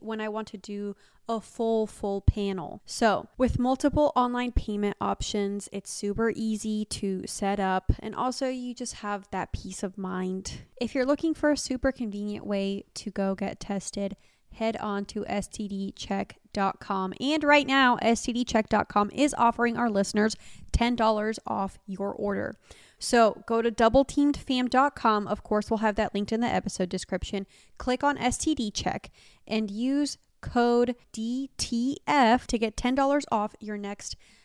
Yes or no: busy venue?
no